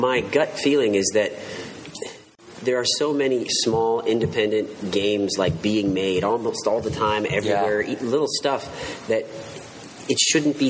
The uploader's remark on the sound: A lively panel discussion with a very engaged audience. Recorded at Phoenix Comic-Con.